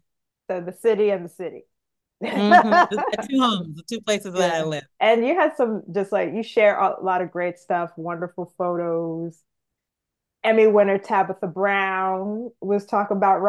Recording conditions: video call